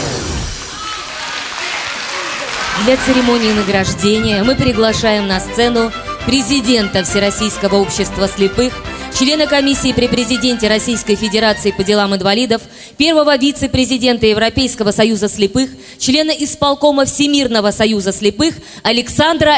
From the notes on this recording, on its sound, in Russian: Аудиозапись закрытия Всероссийского образовательного реабилитационного форума ВОС «Крымская осень-2016». На торжественной церемонии закрытия фестиваля прозвучало много добрых и тёплых слов, были исполнены великолепные музыкальные номера. Предлагаем вашему вниманию аудиозапись этого концерта.